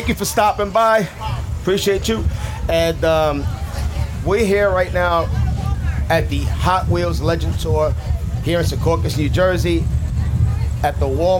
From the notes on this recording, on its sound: We are live at The Hot Wheels Legends Tour in Secaucus, NJ.